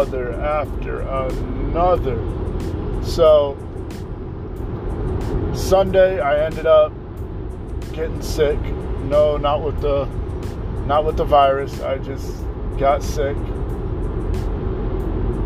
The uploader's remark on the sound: This episode I did in the car.